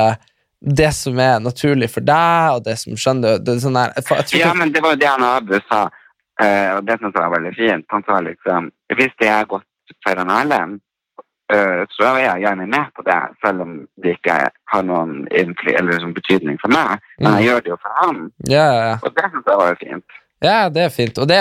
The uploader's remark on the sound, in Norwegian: Denne episoden er spilt inn over telefon